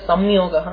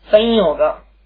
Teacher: it can be pronounced as samyogaha when it's an anuswara, but it can also be pronounced with an anunasika yakara as sanyoga